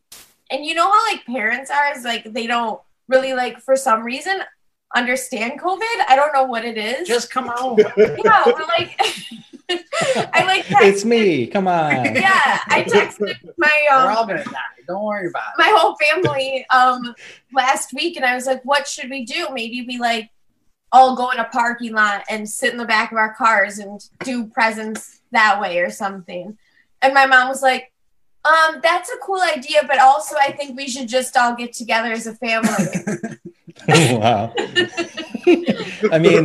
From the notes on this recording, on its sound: Recorded Live on Zoom